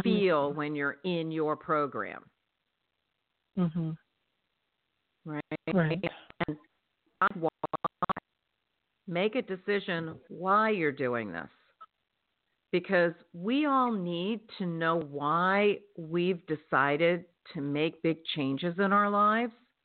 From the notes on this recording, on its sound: in response to callers' questions